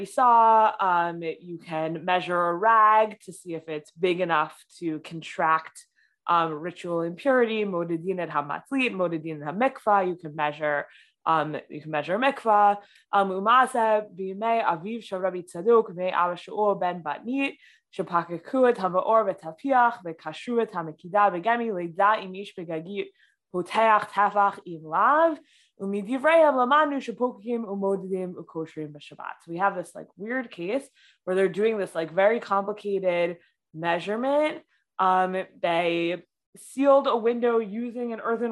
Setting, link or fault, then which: link, video call